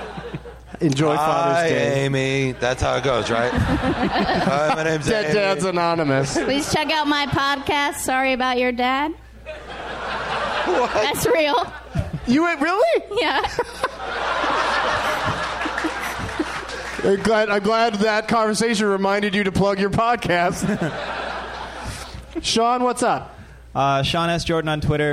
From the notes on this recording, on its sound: Live from the Helium Comedy Club in Portland, OR